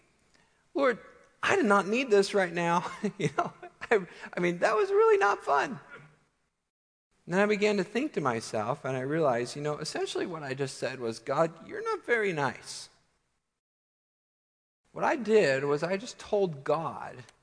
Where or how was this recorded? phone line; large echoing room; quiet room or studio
large echoing room